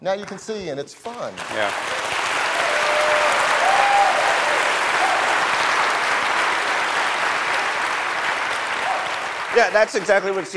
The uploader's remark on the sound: Live From WWDC 2017. Recorded in front of a live audience at The California Theatre in San Jose.